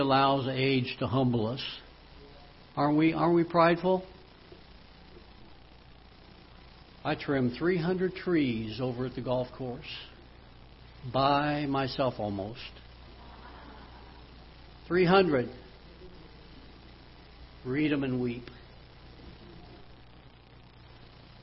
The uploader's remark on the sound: Ketha Heights Baptist Church ~ Live Broadcast